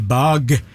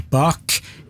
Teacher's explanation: G-en i bag er stemt, og K-en i bak er ustemt. · Term: stemte og ustemte konsonanter